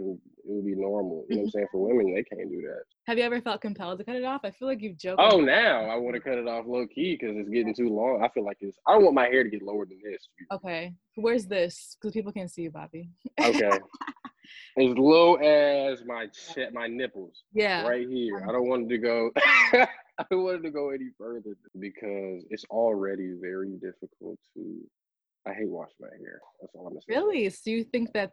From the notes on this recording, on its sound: joins me for a Zoom call